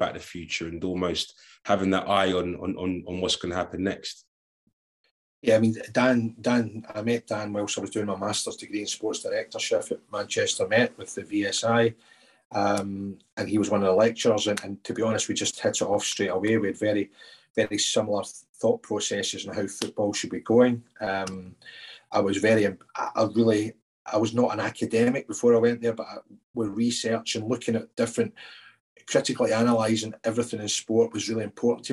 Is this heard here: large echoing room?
no